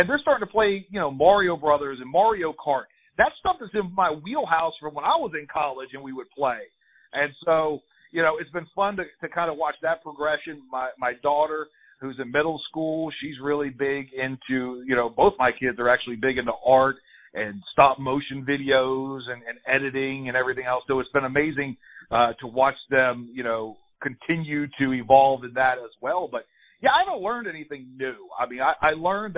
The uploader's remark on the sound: Talks over the phone with WJCL Sports Director, newscaster and Savannah Sports Media O.G.